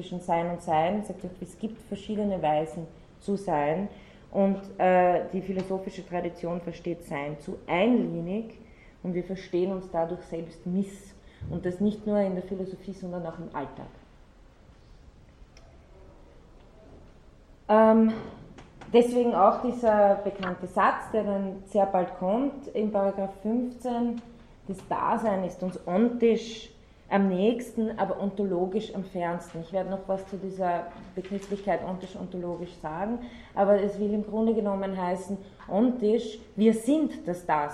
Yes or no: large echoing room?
yes